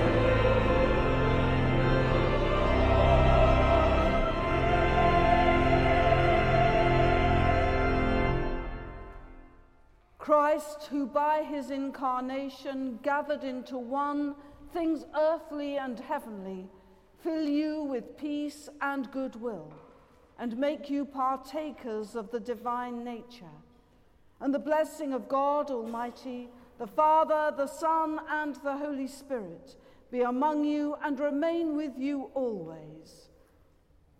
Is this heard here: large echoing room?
yes